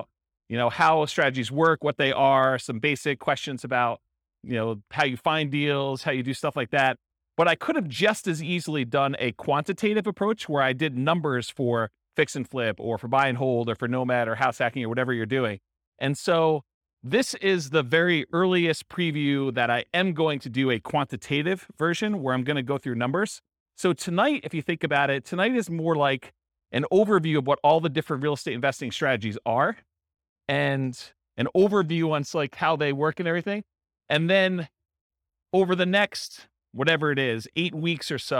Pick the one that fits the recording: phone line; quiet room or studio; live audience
live audience